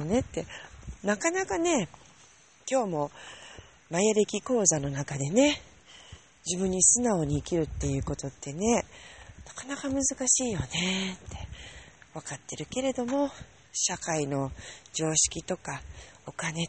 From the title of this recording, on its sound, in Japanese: 夜道歩きながら